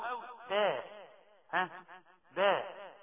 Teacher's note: باء من بطن الشفتين ومرققه قوي